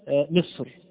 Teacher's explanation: فمصر الراء فيها مفخمة، الراء فيها مفخمة مع أنها ساكنة